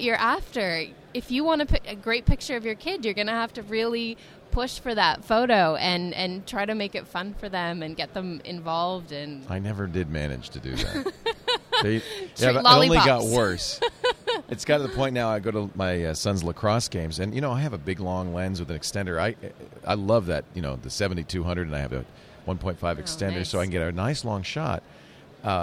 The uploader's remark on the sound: Live From NAB